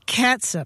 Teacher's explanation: That vowel is a schwa sound, right? Not a long ooh sound.